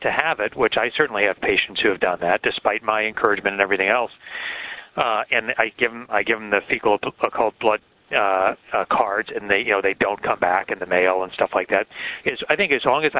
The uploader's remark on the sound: May 2006 Author in the Room® Teleconference